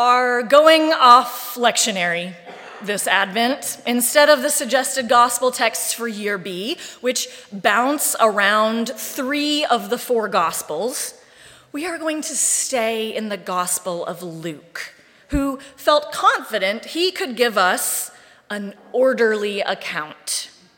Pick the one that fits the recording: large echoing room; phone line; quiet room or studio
large echoing room